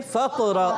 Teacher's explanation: रा पर ज़बर आने की वजह से रापुर हो जाएगा, वाव साकिन से पहले पेश आ गया है और वाव मद्दा होगा और हमजा की अदायगी खूब वाज़े करके तहकीक के साथ करेंगे।